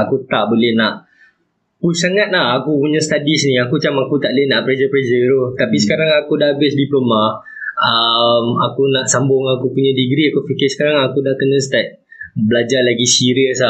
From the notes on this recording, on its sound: Disclaimer: Mohon maaf for the poor audio quality, I've tried my best to master and edit and hope it is enjoyable.